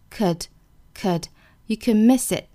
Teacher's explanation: could 这个单词在这里面呢，它是一个虚词，我们要把它弱读下来，读成一个 a 的发音